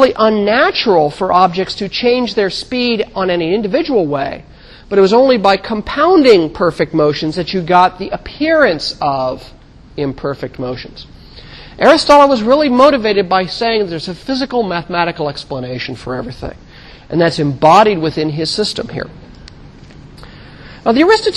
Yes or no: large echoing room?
yes